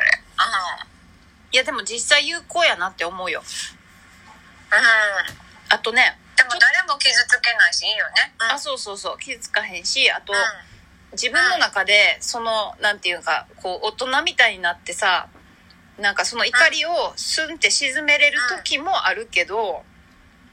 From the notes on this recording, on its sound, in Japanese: LINE電話をボイスメモしたのを配信してるため、音質良くなかったりするのはご了承ください。